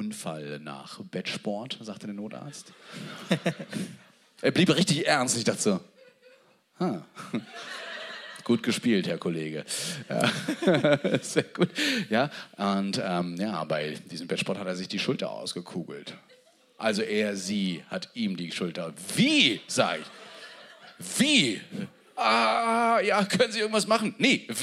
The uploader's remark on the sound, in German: Live aus Hamburg.